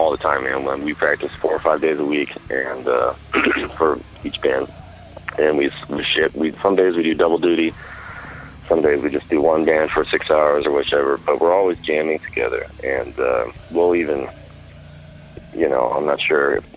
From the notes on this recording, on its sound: we hop on the phone